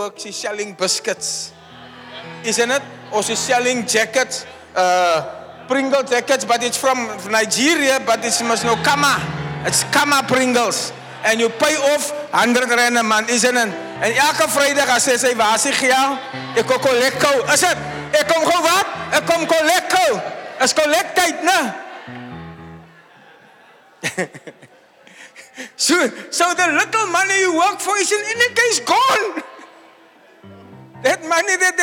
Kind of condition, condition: setting, live audience